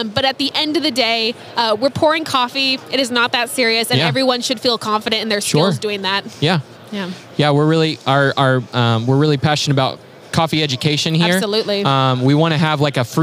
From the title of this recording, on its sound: Live at SCA